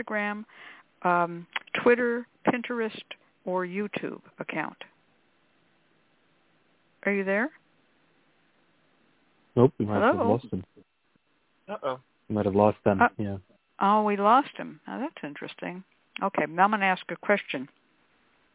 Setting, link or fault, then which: link, phone line